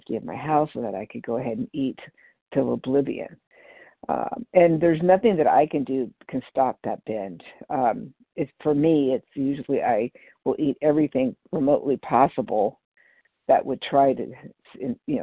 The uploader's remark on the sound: 100 Pounders Phone Meeting on 12/3/20